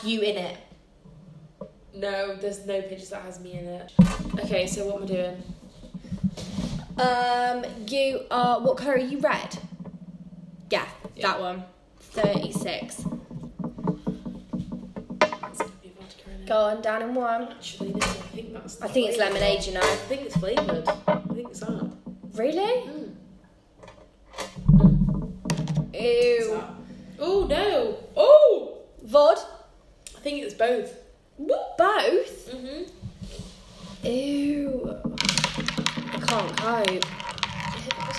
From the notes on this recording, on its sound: apologies for the background noise